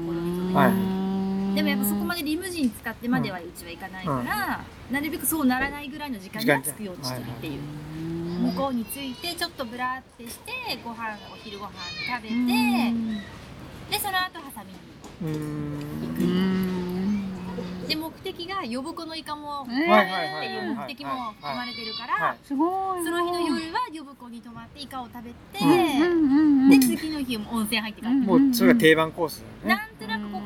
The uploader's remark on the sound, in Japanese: メンバーでBBQ（バーベキュー）をしてきました。今回はBBQ時に野外で収録し。